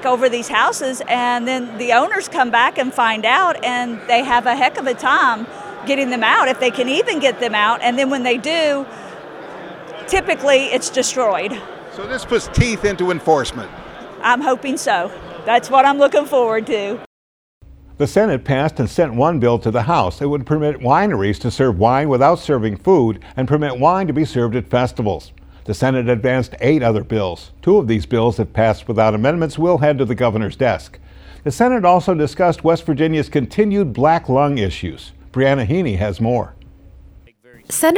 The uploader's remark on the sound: Held a press conference to discuss the recent pause on new permits for liquefied natural gas exports.